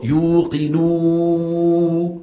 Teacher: لما الإنسان بيضم، هذا عكس اللي قبله، بيضم شفايفه وبيزم جدا بحيث يصير المجرى إيش؟ ضيق